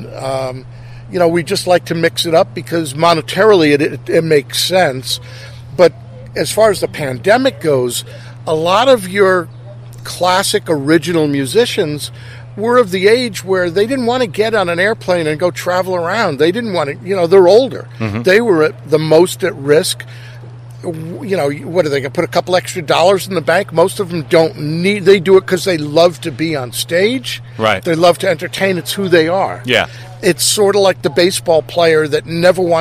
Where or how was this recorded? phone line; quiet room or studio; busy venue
busy venue